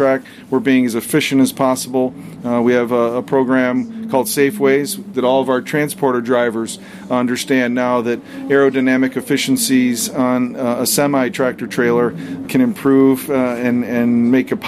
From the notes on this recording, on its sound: live from Daytona during Rolex 24 weekend